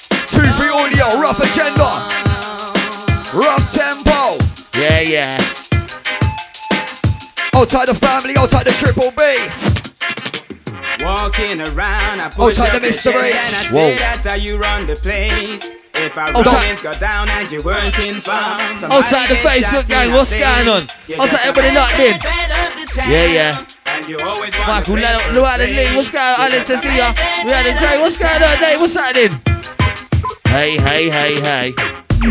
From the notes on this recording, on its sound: Recorded live Rough Tempo - 30 Jan 2018